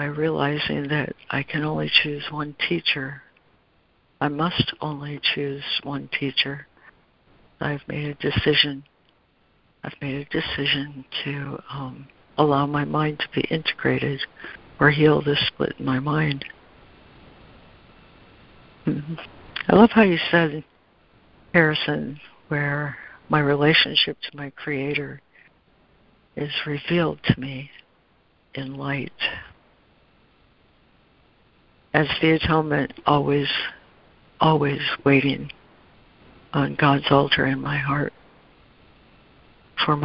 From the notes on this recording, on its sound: ACIM Daily Conference Call